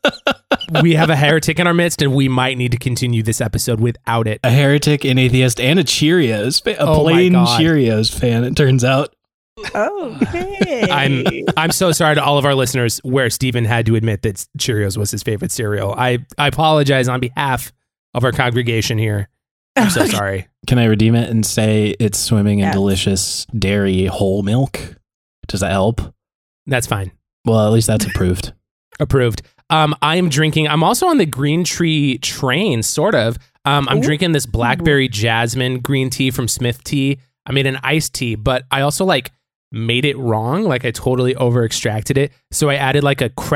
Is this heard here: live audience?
no